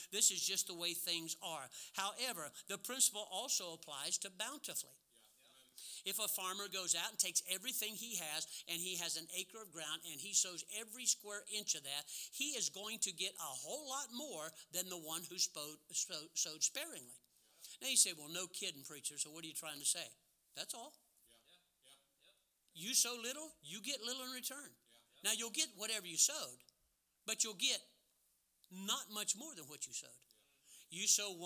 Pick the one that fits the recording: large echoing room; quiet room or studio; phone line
large echoing room